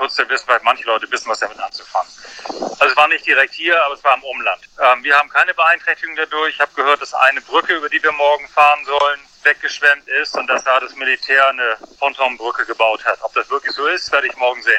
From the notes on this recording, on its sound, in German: am Telefon live aus Sibirien